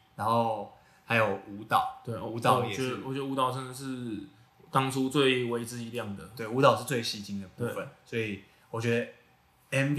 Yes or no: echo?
yes